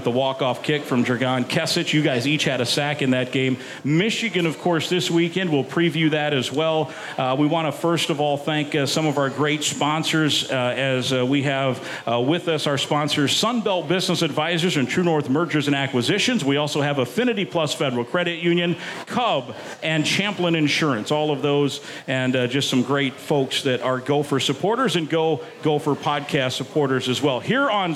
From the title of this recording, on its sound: Live from HeadFlyer Brewery!